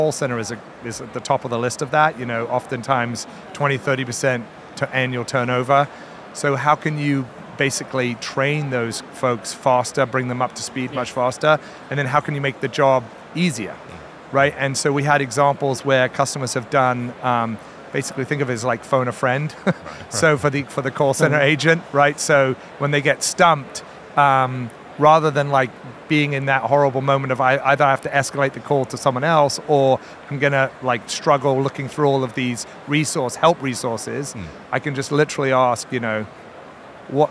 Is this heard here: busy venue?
yes